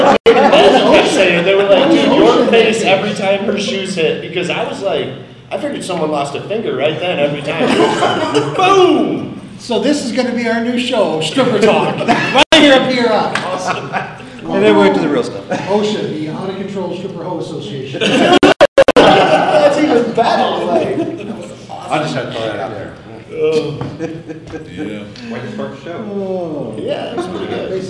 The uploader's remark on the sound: Live at PRI trade 2021 show in indy